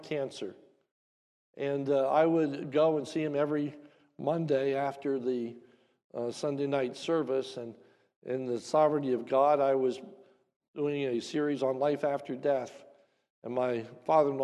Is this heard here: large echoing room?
yes